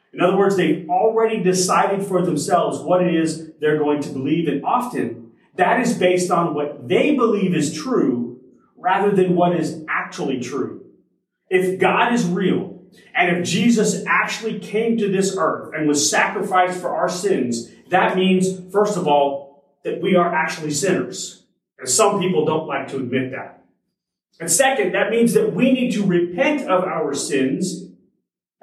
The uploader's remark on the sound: Originally delivered on January 22, 2023 at Crossroads Christian Fellowship in San Antonio, TX.